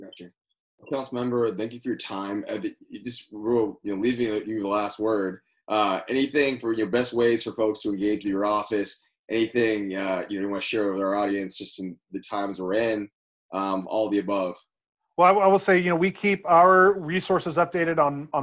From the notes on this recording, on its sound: This episode was recorded remotely.